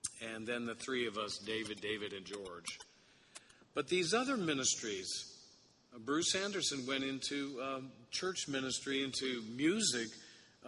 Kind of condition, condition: setting, large echoing room